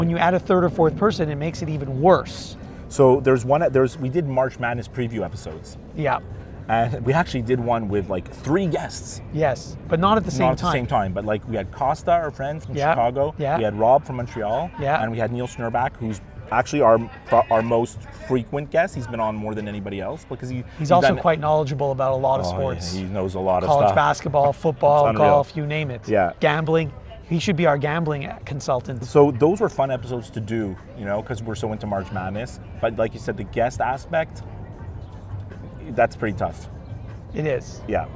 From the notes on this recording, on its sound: Recorded on location from the pool at the Wynn hotel in Las Vegas.